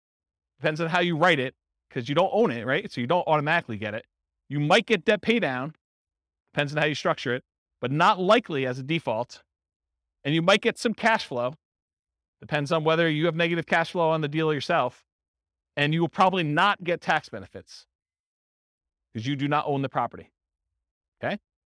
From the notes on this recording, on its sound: This was a live class recorded